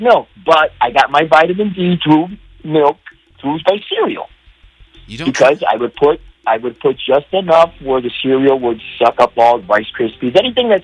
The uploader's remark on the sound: Callers call in to add to the discussion.